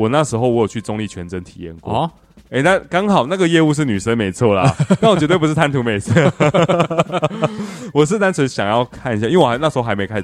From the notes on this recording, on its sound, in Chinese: 錄音地點:桃園中壢健身房-氧氣肌地